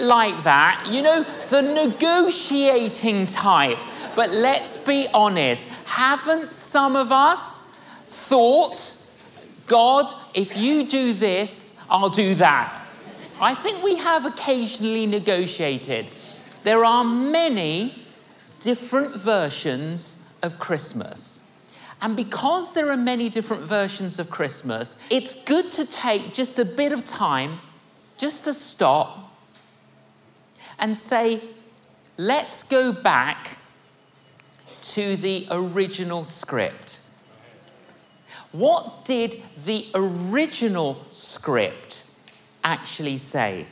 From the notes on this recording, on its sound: Filmed at Kensington Temple in the heart of London.